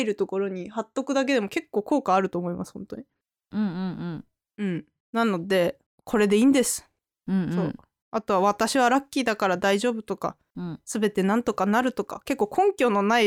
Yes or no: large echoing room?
no